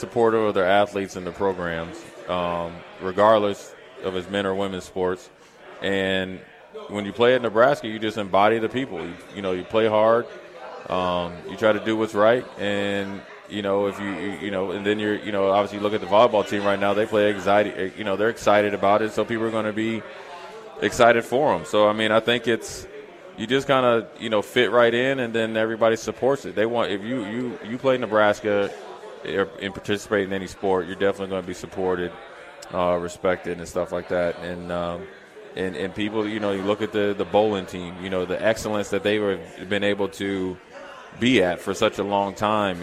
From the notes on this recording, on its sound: LIVE from Mary Ellen's